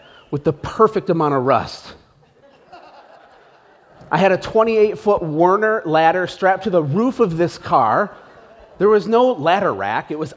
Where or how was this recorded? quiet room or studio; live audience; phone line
live audience